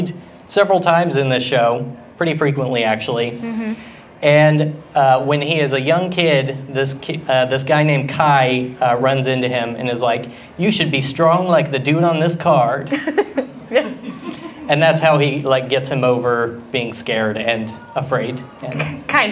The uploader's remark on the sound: Live at AnimeCTX in Austin, TX.